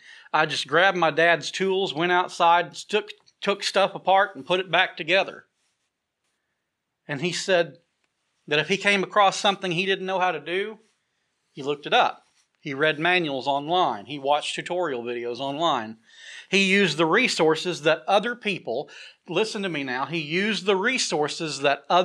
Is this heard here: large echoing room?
yes